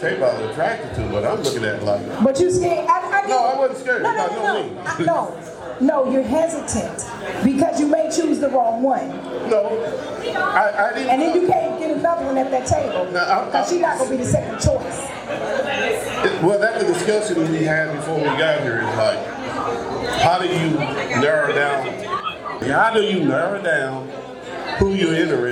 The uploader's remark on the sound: This is the first live event day party Meet- Mix- Mingle and Match. It was full of interviews, dancing, and fun.